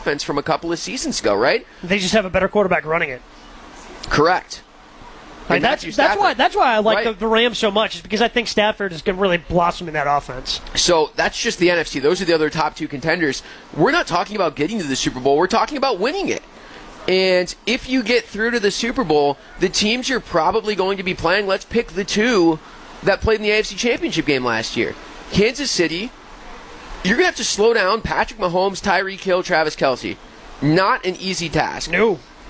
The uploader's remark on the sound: Live From Summerfest.